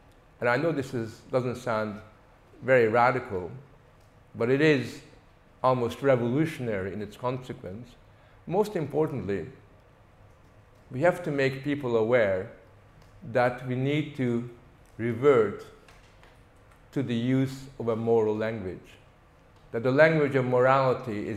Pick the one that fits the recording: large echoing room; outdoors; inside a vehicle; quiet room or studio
large echoing room